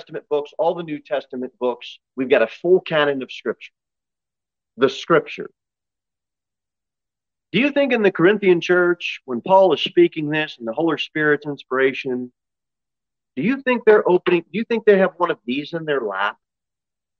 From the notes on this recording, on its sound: Sermon delivered at Pilgrim Baptist Church on Sunday, April 10, 2022 at 6 pm. Jere Whitson Rd.